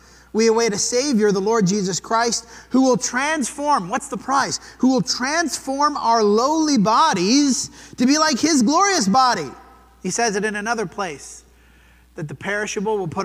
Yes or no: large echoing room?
yes